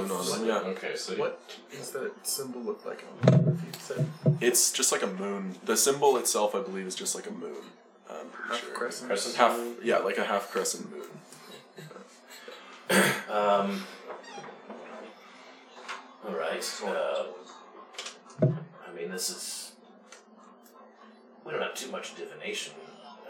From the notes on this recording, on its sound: Once again, apologies for the microphone noises. This episode was recorded in person, and fitting 7 people into a small space with one microphone presents a whole new list of challenges.